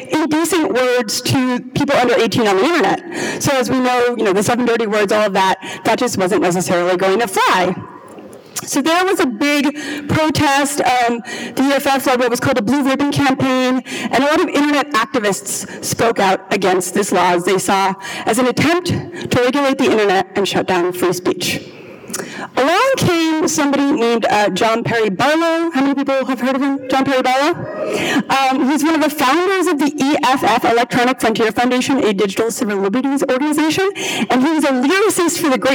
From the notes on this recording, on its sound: Three brief talks from the recent New Context Conference